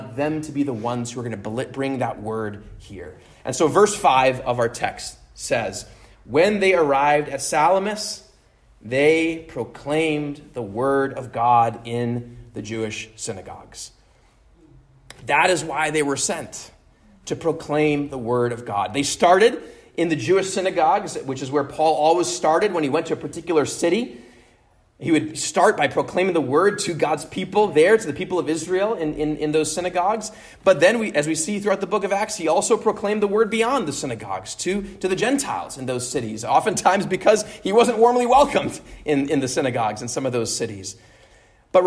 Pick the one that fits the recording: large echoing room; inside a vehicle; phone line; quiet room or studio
large echoing room